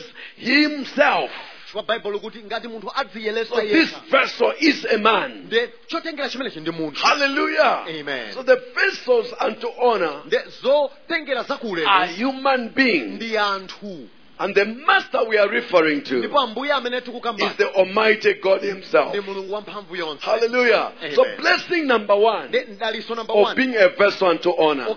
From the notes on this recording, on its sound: Preached During the Week of Jubilee at Word Alive Blantyre City Church on 9th February 2023